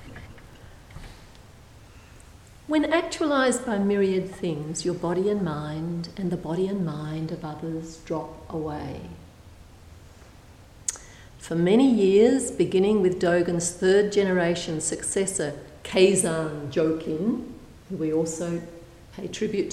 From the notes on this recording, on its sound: A Thursday night talk delivered at St Paul's on the 2nd of June, 2016.